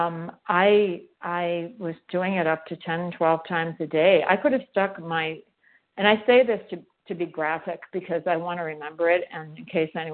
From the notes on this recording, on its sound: from the 100 Pounders Phone Meeting